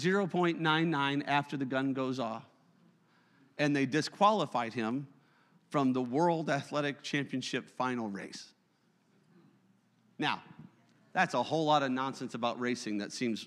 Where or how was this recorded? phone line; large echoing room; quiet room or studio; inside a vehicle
large echoing room